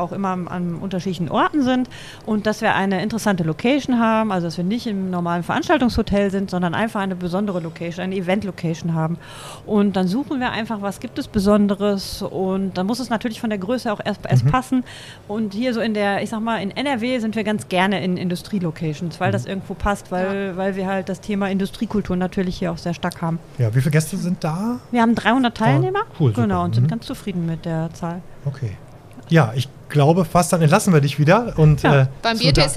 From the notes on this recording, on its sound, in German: Live vor Ort: Das Steuerberaterforum in Düsseldorf. Wir durften live auf dem Steuerberaterforum in Düsseldorf eine Podcast-Folge aufzeichnen und konnten mit vier Referenten über das Thema sprechen, für das sie brennen.